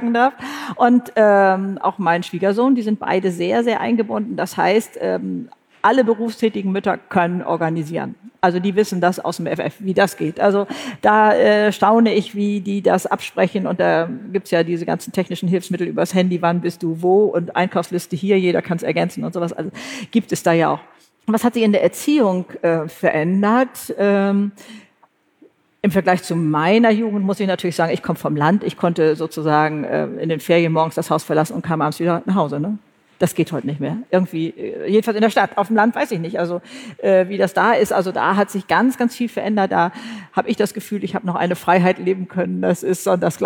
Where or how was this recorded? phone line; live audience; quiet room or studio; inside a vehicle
live audience